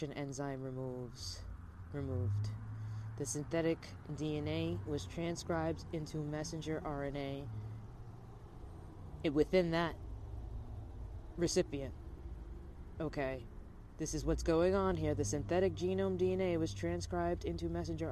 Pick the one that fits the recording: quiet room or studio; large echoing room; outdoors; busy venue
outdoors